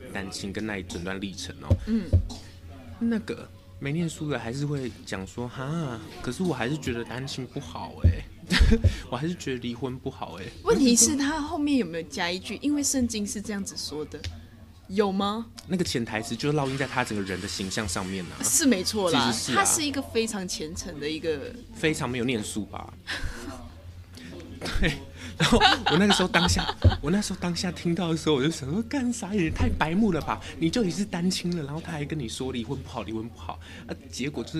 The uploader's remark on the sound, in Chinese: 在外面錄音已經快要變成本節目特色，。手一直敲到桌子，。所以麥克風一直有雜音還請大家見諒。